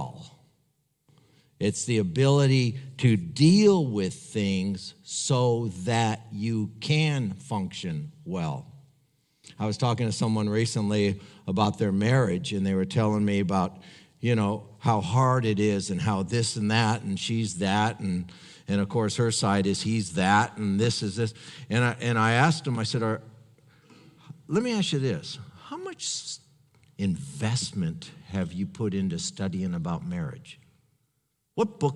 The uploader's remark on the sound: HisPlace Mens Conference. From the recent Men's Conference at HisPlace Westminster.